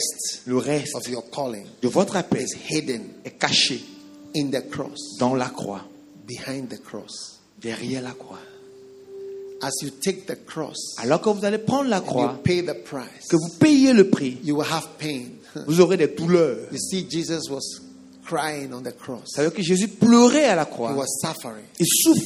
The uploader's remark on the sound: Preached at a Healing Jesus Campaign Pastors' conference in Abidjan, Cote d'ivoire